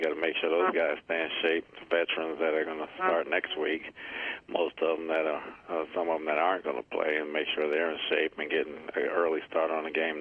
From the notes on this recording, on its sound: Conference Call. Jets HC Addresses the Media.